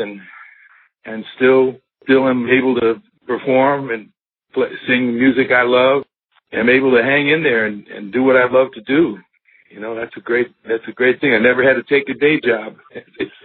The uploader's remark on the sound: This episode features a telephone interview